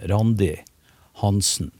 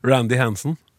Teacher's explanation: Hun har tonelag to på begge navnene sine. · Shown in: first take